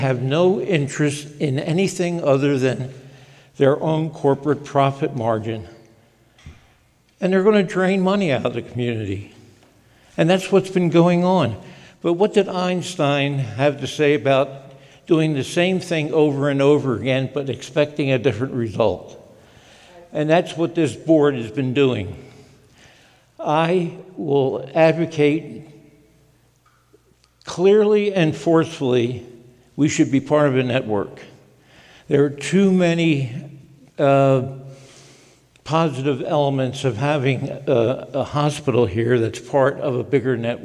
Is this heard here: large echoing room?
yes